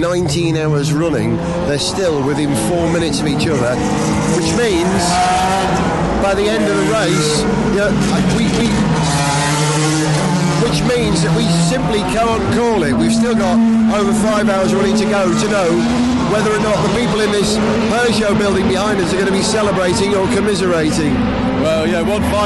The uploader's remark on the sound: Stay awake for almost the entire race distance of the 76th running of the Le Mans 24 hours. The atmosphere, sounds and smells trackside from start to finish.